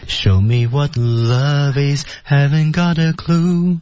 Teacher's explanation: 那么我们看上半句的时候，到结尾是有一个升调的啊